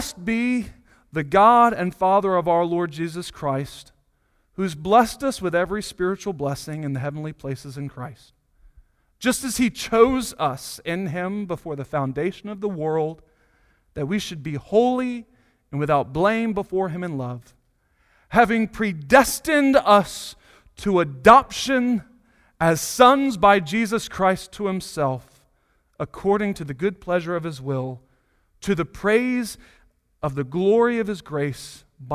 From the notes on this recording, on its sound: Sunday Morning Sermon Audio